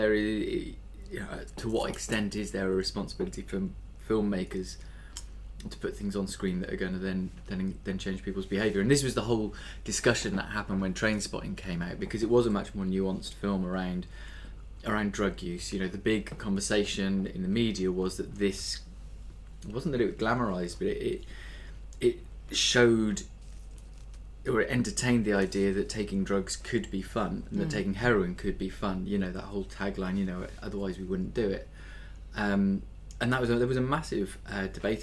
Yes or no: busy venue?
no